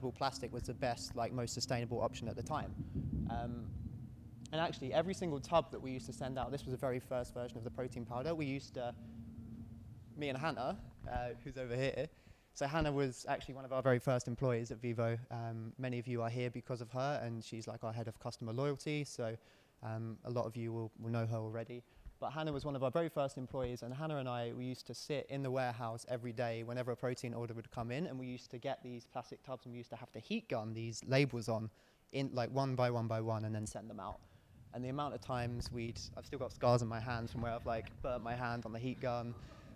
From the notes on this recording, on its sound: Listen to live recordings from our recent Home Compostable Packaging launch event in London! We hosted a Q&A for our panelists.